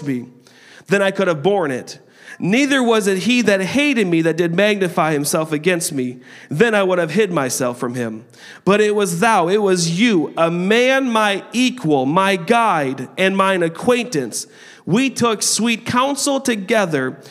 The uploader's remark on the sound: a service recording from Connect Point UPC